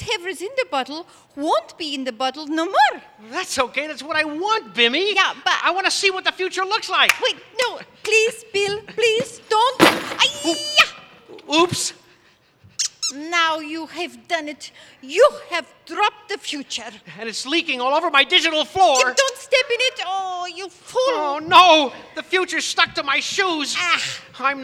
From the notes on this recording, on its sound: recorded before a live audience